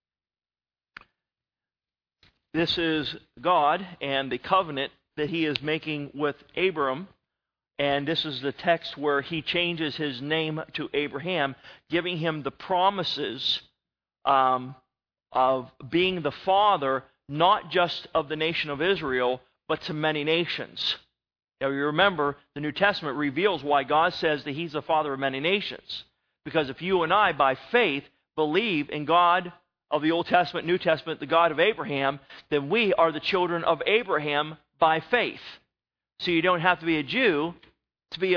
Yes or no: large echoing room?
yes